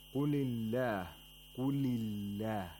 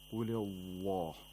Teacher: the word Allah is pronounced with tarqiq because there is a letter with a kasra before the word Allah. · Shown in: first take · So we don't say قول الله.